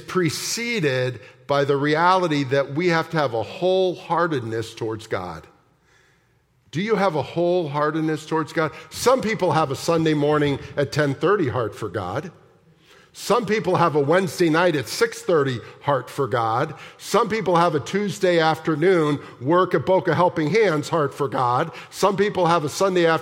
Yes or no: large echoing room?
yes